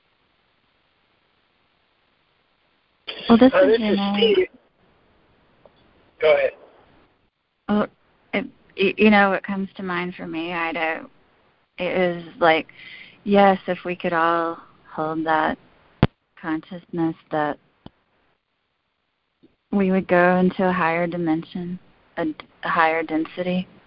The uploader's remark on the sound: ACIM Daily Conference Call.